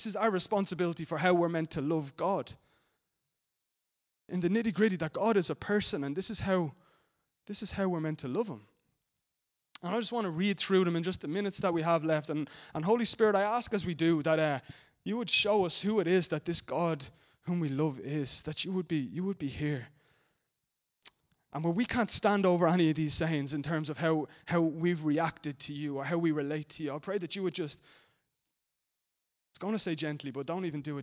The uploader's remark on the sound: Recorded live at Liberty Church Bray on 3rd March 2019